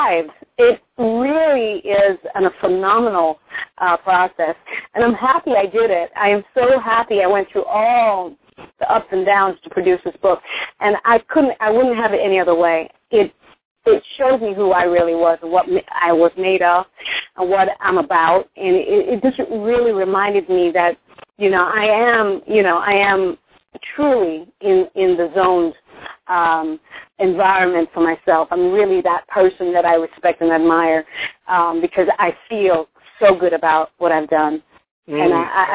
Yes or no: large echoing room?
no